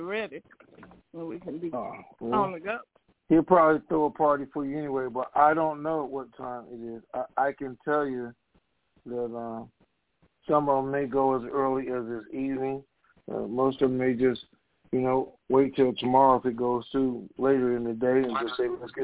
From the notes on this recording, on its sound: TNTSuperfantastic Conference Call